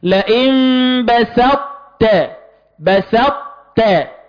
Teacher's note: انا ادغمت حرف الطاء وابقيت منه صفة الاستعلاء والاطباق جزء فقط، ما قلت لكن ادغمت القلقلة ما قلتش بسطت. · Term: ادغام ناقص